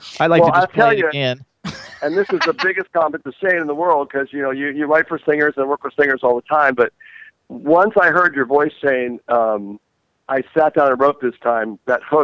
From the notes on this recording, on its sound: with call-ins